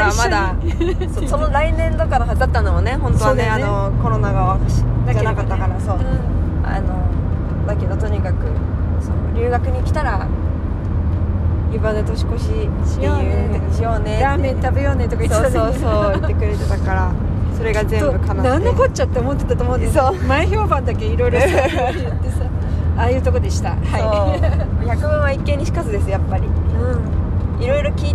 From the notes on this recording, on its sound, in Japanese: 第268回は、4泊5日の弓場農場での日々からそれぞれの家へ帰る途中で収録しました。